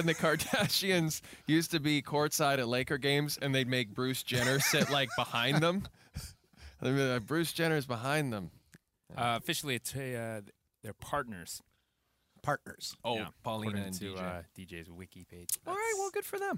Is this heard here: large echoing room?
no